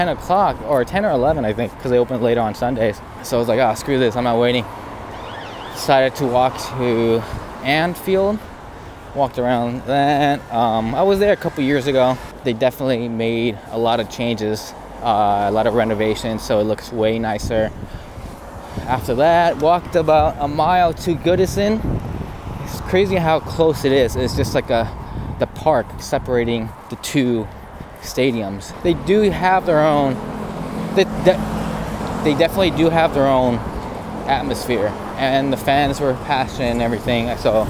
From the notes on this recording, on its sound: I recorded this on my iPhone and edited it all on my iPad using an app called Ferrite so there’s some background noise as I was walking around the city.